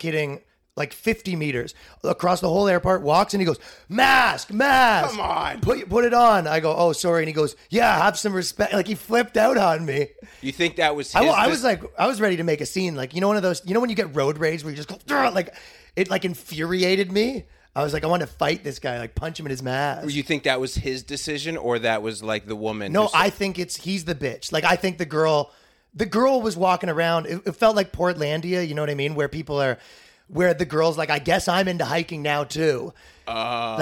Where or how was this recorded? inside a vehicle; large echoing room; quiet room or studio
quiet room or studio